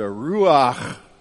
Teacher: You study Hebrew, and they teach you to make a glottal sound in the back of your throat